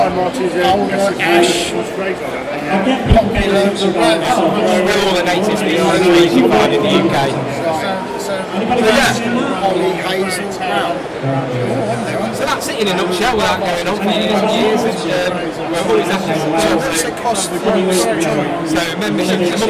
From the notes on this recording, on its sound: The Go Diving Show 2022. We recorded a few interviews with exhibitors on Saturday 5th March. These is an in show recording so there is some background noise!